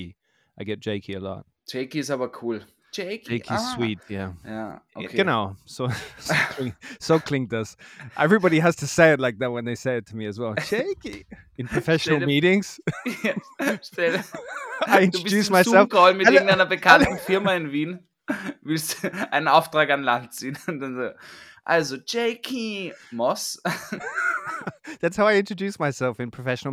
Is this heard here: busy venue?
no